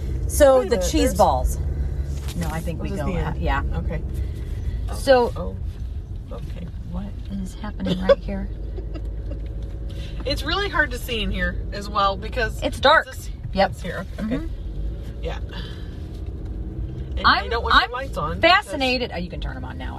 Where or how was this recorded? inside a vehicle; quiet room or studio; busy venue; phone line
inside a vehicle